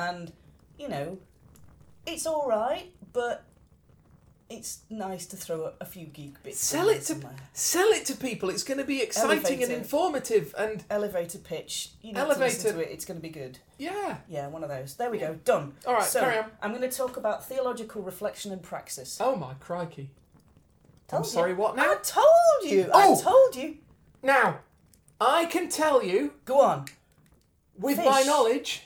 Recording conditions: sounds in the background